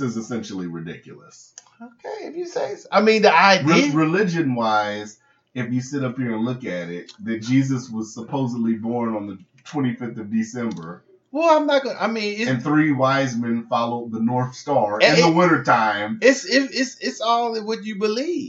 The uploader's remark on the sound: accidentally recorded the episode in the wrong setting so it's a throwaway LOL